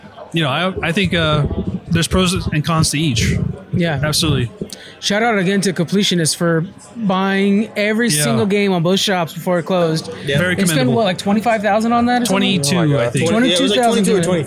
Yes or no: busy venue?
yes